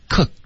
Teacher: cook 结尾的这个科省略呢要有一个干脆的停顿